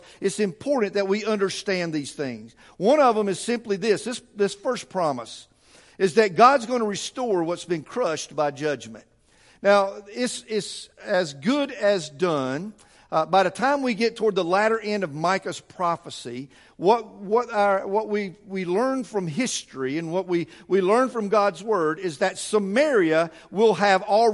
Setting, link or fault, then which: setting, large echoing room